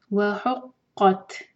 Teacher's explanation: وحقت تا پر ہمس، ہمس مطلب کہ ہم ہوا کے ساتھ پڑھیں گے اس کو